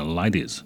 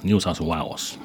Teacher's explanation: 澳大利亚很多人是 ladies，这个 A 念成 I，这是很明显的一个特点